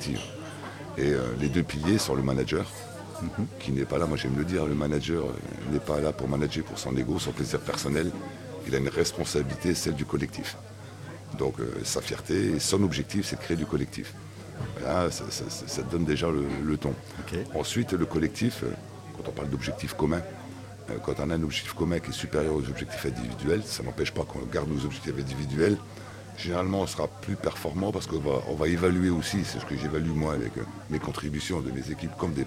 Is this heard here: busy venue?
yes